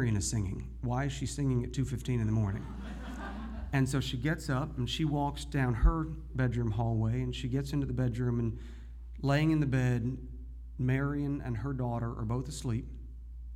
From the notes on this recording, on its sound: Shreveport, Louisiana - where the All Y'all podcast and live storytelling series is produced - is a small town in some ways. One told live, the other recorded later.